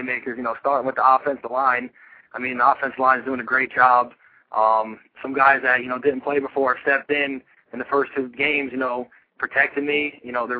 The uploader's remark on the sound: weekly call in show